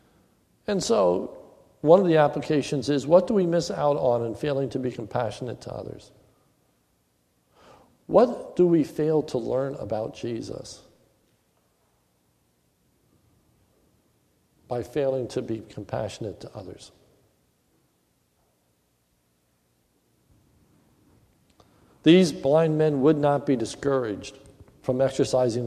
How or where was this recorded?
large echoing room